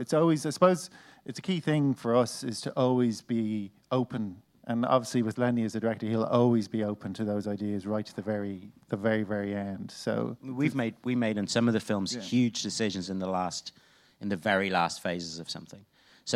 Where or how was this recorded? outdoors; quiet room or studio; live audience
live audience